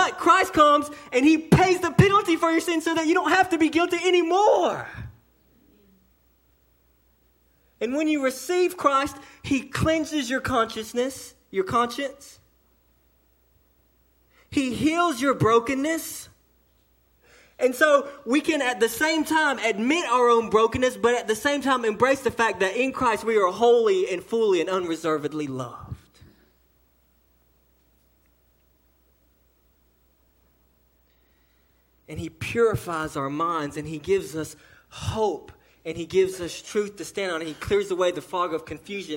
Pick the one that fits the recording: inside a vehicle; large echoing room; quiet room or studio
large echoing room